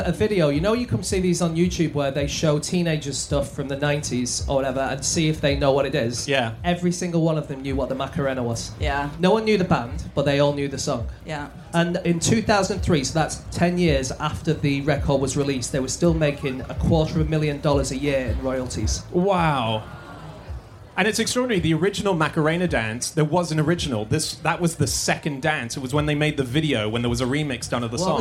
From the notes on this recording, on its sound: Live from the Wilderness Festival